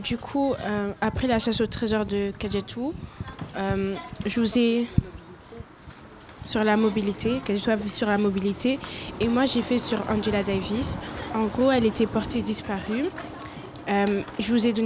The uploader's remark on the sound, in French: Enregistrée le jeudi 17 août depuis la place de la maison rouge. Avec les enfants de l'interstice asbl.